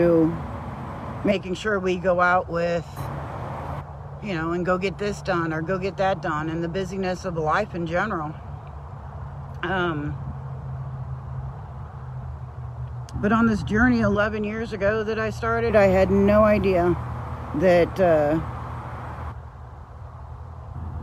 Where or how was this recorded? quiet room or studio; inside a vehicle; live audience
inside a vehicle